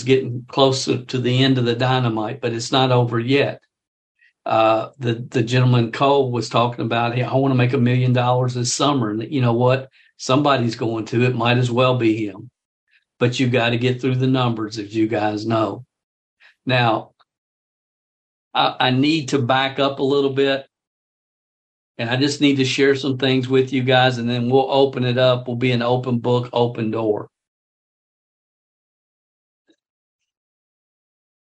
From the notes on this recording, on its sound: a behind-the-scenes session of a Zoom training